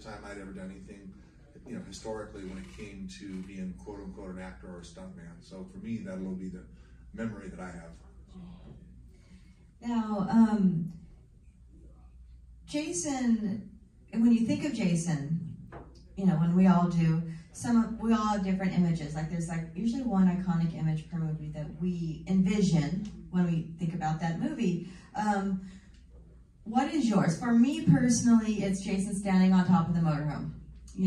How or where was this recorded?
live audience